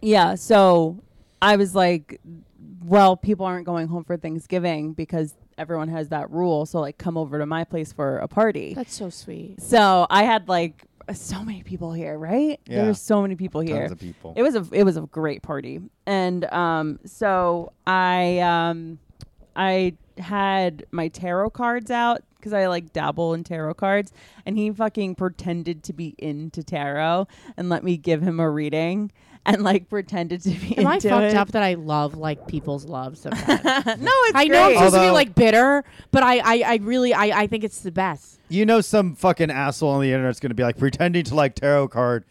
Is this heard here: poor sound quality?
no